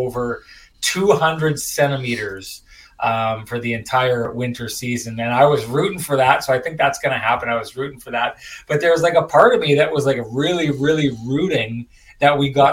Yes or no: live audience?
no